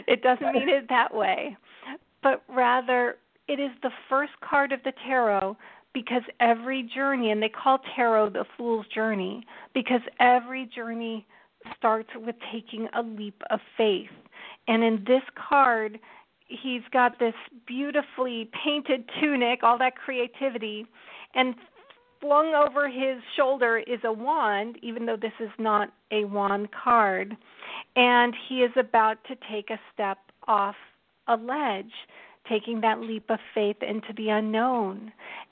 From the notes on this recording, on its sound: We'll be talking tarot, of course, and taking your questions and comments through social media and on the phone.